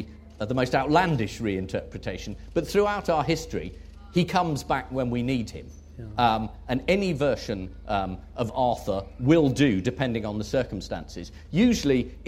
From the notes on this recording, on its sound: Recorded at Chalke Valley History Festival 2016.